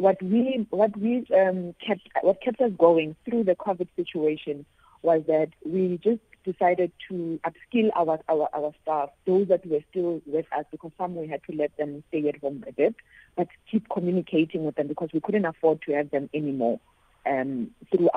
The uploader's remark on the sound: She now joins us on the line.